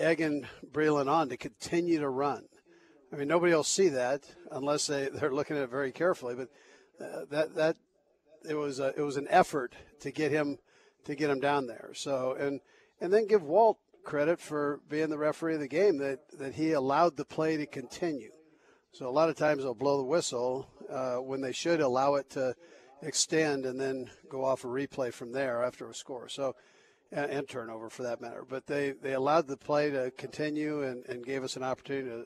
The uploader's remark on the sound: broadcasts live from the Hy-Vee Market Grille in Raytown